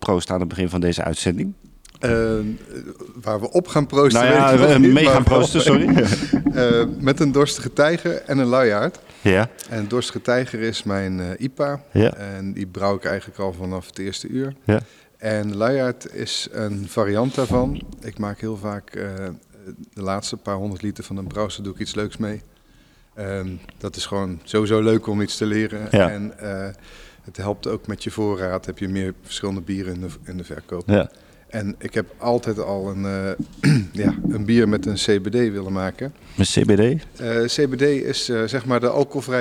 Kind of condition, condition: setting, busy venue